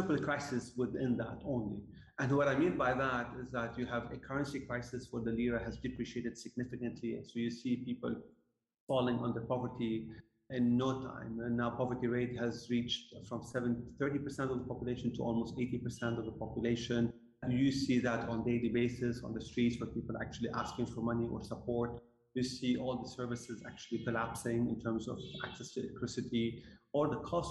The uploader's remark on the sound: We apologize for the lowered sound quality in this episode.